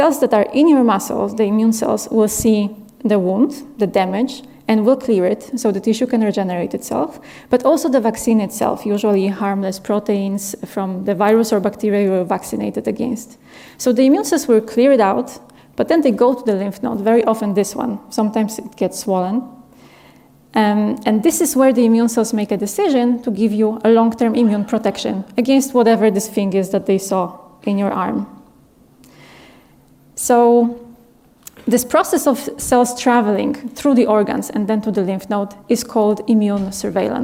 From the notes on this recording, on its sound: This talk was filmed and recorded in March 2023 at the Paris Talks Ideas Festival at the Bibliothèque Nationale de France in Paris (France).